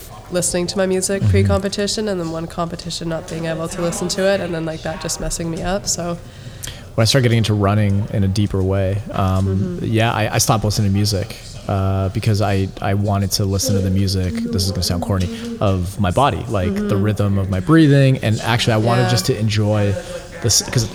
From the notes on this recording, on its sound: This podcast taped live at an event hosted by lululemon